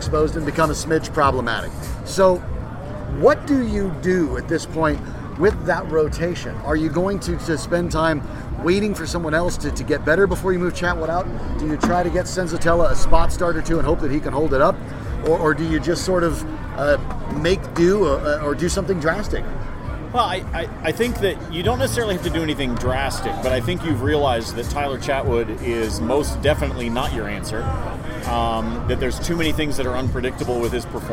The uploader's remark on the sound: While recording live at Tap XIV.